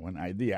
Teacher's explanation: accent vient tomber dans la deuxième syllabe là